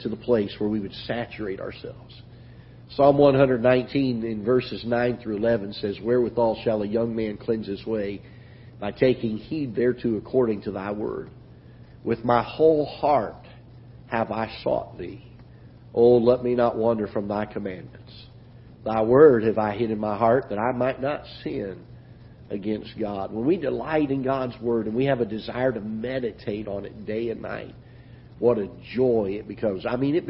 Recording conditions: large echoing room